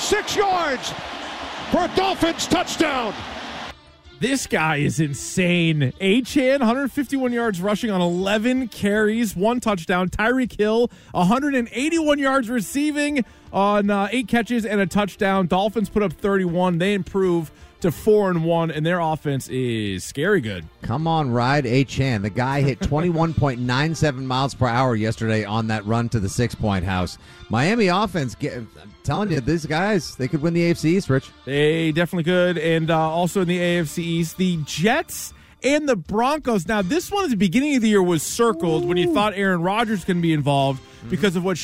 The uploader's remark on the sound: Patriots fans call in and blast the whole Patriots organization. The phone lines continue to be jammed as fans voice their frustrations.